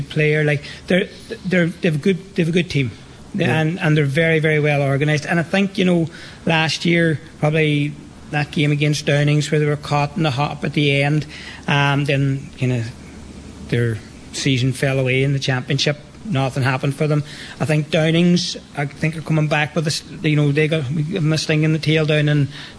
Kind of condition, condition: setting, busy venue